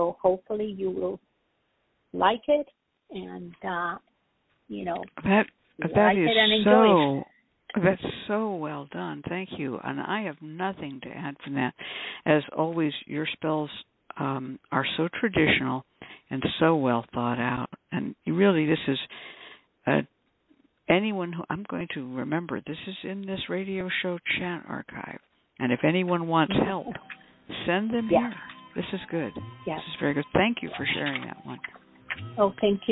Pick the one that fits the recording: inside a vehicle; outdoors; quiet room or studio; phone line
phone line